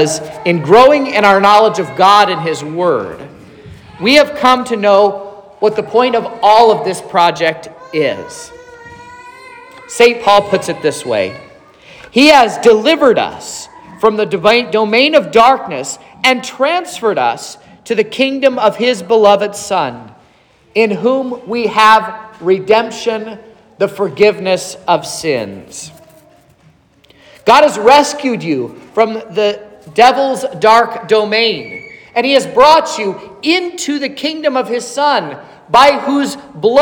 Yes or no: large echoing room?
yes